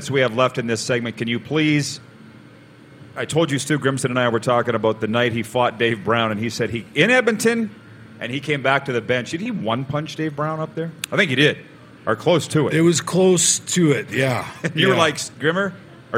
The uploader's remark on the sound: LIVE at the Grey Eagle Casino in Calgary